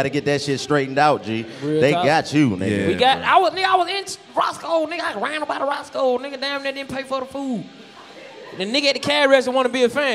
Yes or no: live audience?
yes